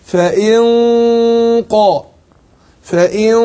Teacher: بنخفي النون عند القاف مع كون ان احنا بنفخم الايه الغنة